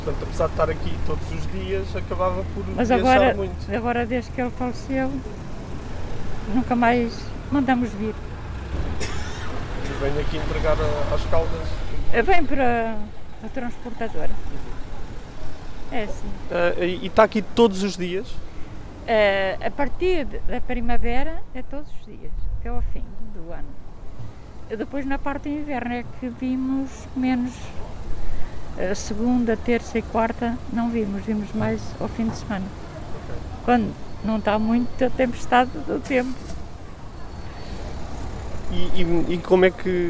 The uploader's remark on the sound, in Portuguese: A terceira história do ÓCIO DO POVO foi gravada no final de Agosto de 2020 na Praça da Fruta nas Caldas da Rainha. O único Mercado ao ar livre em Portugal.